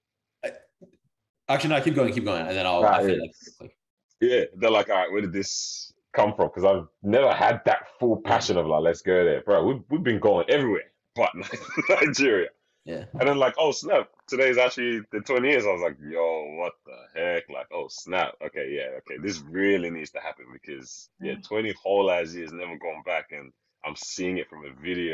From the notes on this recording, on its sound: Hopefully closer to the last of the zoom episodes